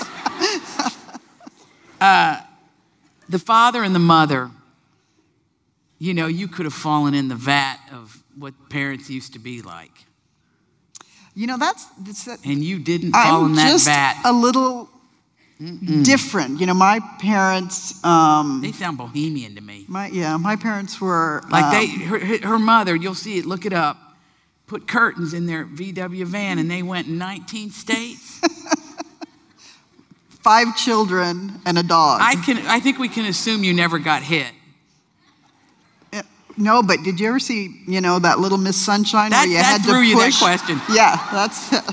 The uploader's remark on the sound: LIVE conversation. With an audience Q&A.